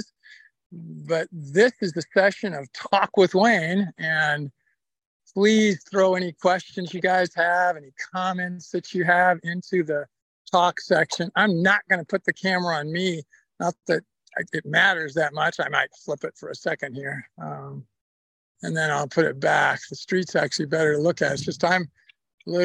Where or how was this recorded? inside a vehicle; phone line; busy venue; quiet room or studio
inside a vehicle